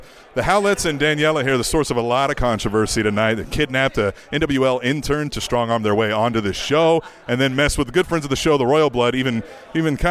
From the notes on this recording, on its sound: attended the 2nd NWL KC show and got some great audio